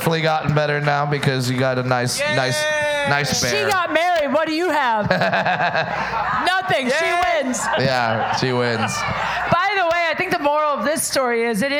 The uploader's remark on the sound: DateFails LIVE at Saint Rocke.